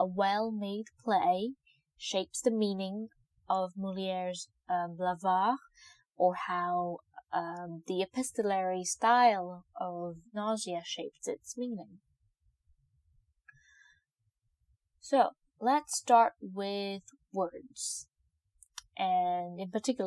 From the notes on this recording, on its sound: sorry for the audio - I just got a new device to record and I don’t know how to use it properly as of yet